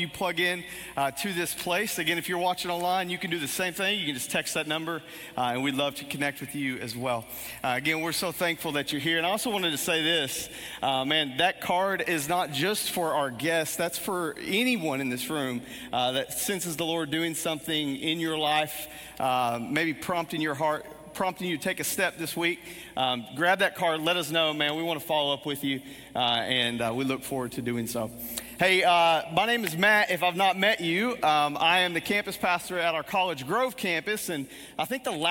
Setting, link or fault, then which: setting, large echoing room